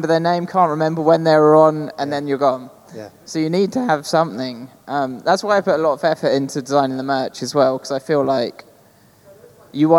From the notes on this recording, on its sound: Live from ArcTanGent Festival. Live from ATG 2023.